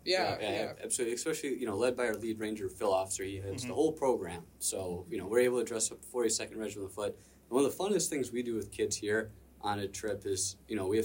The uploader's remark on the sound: Recorded live during the celebration of General James Oglethorpe's Birthday at Fort Frederica National Monument. We immerse our listeners in the vibrant atmosphere of this historical event.